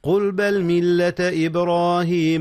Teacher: هنا قلقلة في باء إبراهيم